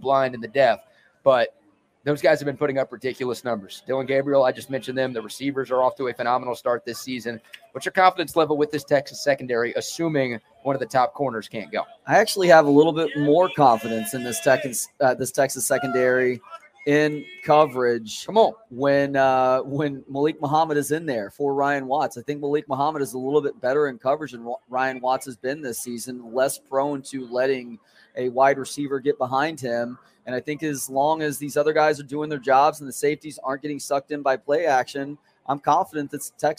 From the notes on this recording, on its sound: Pregame Show LIVE from the State Fair of Texas.